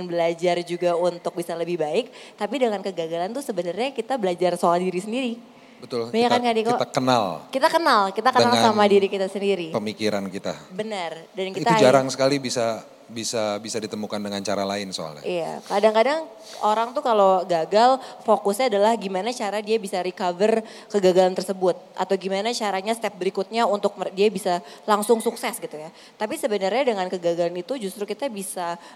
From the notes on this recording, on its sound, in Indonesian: Special Live On Stage di Kota Solo. Kita hadir di Puro Mangkunegaran, Surakarta.